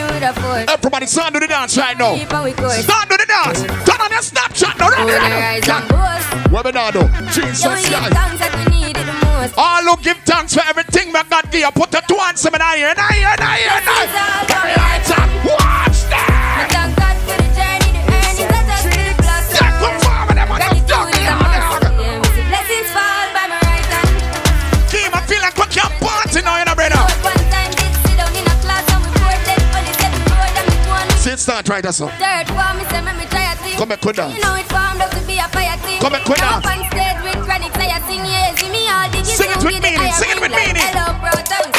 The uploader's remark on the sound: Pon Di Endz Miami 4/20/19 (LIVE AUDIO)